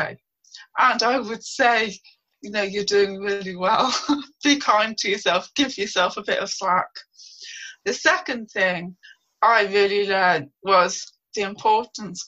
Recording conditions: video call